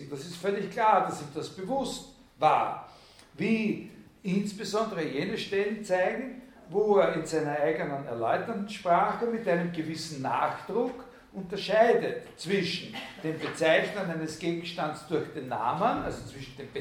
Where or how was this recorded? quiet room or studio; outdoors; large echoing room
large echoing room